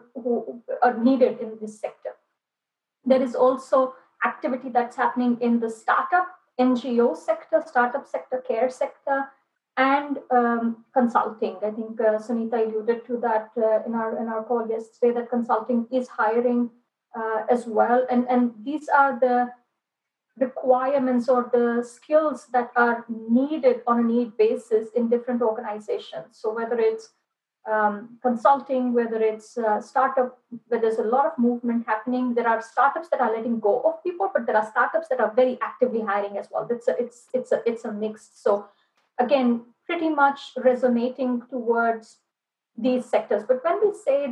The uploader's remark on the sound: It is actually the recording of a live session that we had on October 9th, Friday, October 9th, where we were joined by about 28-30 participants in a Zoom call.